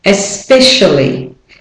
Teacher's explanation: And the A is the weak form. It's hardly, in fact, there at all.